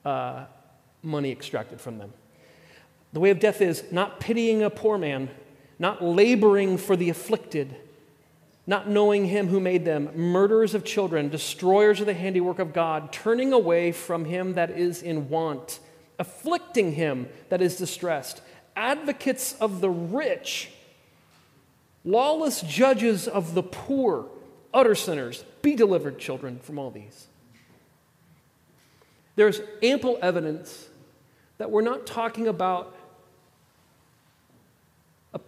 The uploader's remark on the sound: at The Table worship gathering on Sunday, July 16th, 2023.